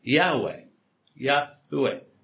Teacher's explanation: Now, Jewish scholar believe that this is the closest pronunciation of the name. It's not two syllables, it's actually three syllables. It's just that the second syllable is very, very quiet.